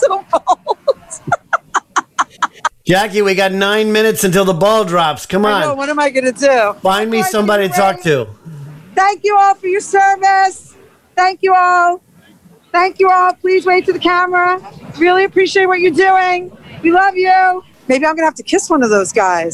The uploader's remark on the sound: LIVE from TIMES SQUARE, NEW YEARS EVE